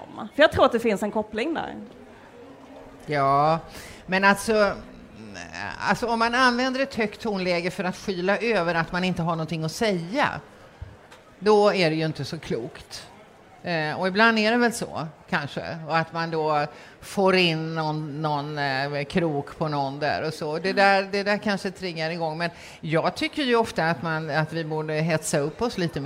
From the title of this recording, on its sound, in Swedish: Live från Almedalen